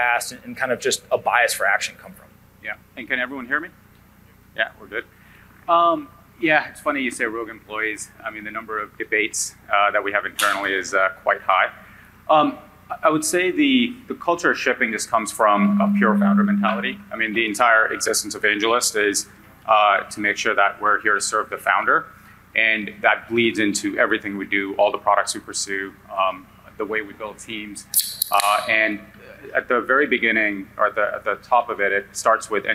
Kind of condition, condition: setting, busy venue